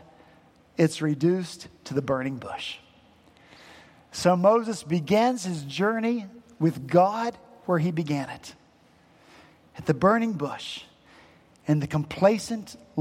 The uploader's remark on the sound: At Redeemer Presbyterian Church in Charleston, SC